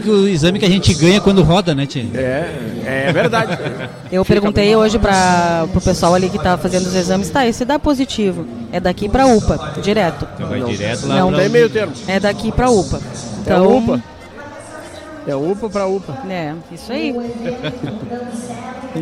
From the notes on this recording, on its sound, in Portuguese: Transmissão ao vivo do Festival Coxilha Nativista e 4º Coxilha Instrumental, diretamente da cidade de Cruz Alta. Abertura com grande show musical, apresentação das dez concorrentes da final.